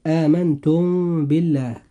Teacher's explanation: الإخفاء الشفوي مثال ذلك: آمنتم بالله، وقعت الباء بعد الميم الساكنة في هاتين الكلمتين، فالكلمة الأولى آمنتم تنتهي بالميم الساكنة في آمنتم، والكلمة الثانية بدأت بحرف الباء، فإذا وقع حرف الباء بعد الميم الساكنة وجب الإخفاء الشفوي